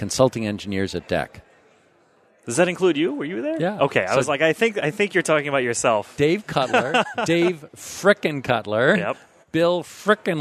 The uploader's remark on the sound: This Datanauts episode was recorded live at Microsoft Ignite 2018.